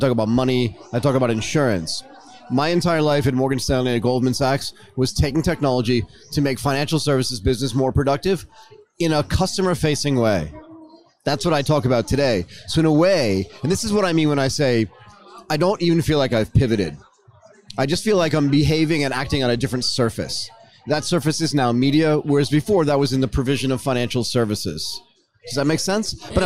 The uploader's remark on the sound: During this broadcast at the Singapore Fintech Festival, we discussed the trends at the forefront of this transformation.